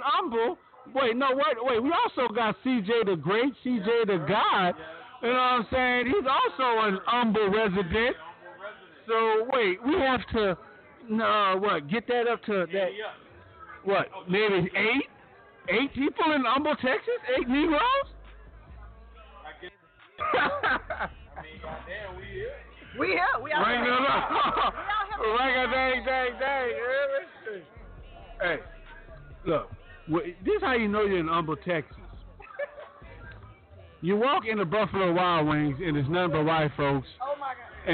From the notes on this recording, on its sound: Draft Party From Houston. Live from Houston, TX.